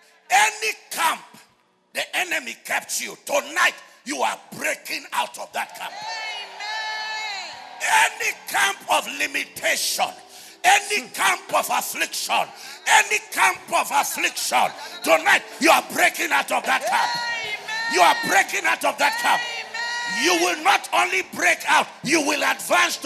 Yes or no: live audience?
yes